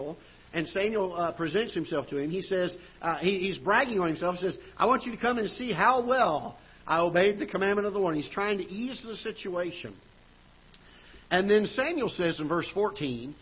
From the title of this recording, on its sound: Ketha Heights Baptist Church ~ Live Broadcast